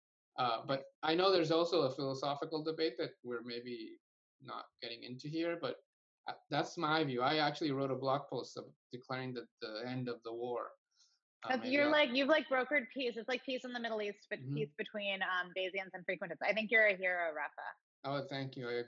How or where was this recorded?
video call